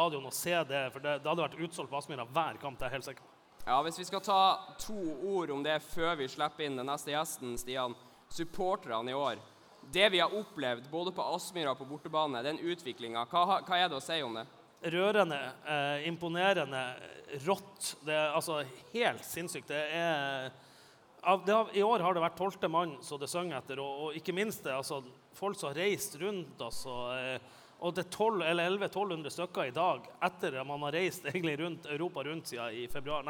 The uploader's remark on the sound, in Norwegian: LIVE podkast fra sølvfesten i Svømmehallen Scene. Under sølvfesten holdt vi en live podkast foran de oppmøtte supporterne som var klare til å ta imot og hylle Glimt-gutta.